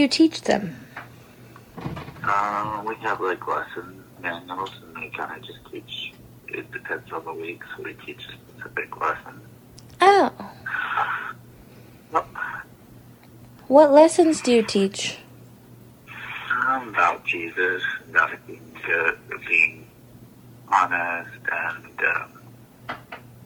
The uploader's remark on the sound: Phone Call. This episode is yet another recorded conversation.